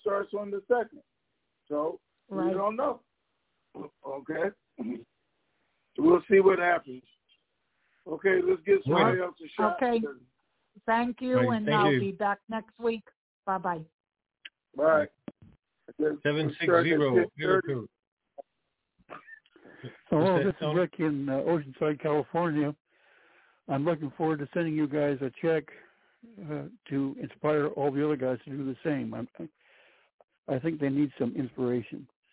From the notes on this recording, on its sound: TNTSuperfantastic Conference Call